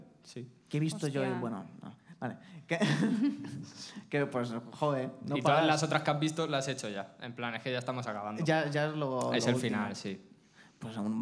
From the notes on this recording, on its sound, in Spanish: Primer show con público